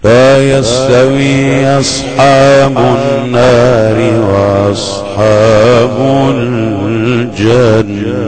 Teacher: هرچی بالا تر میری صدا ضعیفتر میشه، حجم زیاد میشه، صدا تون صدا میاد پایین تر. الان با حجم زیاد من پایین میخونم، بالا که میرم نوتو میبرم بالا، حجمش کم میشه.